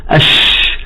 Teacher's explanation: عندما ننطق نقول أش هذا الصوت يسمى بالتفشي، فهو صوت يعطي قوة نتيجة وضعية اللسان بجانب أقصى الحنك، ويرتفع اللسان ويمر الهواء من منفذ ضيق فيحدث احتكاكا في تلك الوضعية ويمتد هذا الصوت ليصل إلى مقدم الفم.